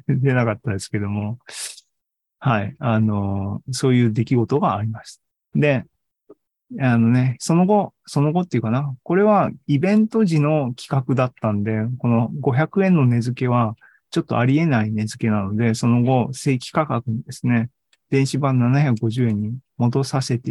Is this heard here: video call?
yes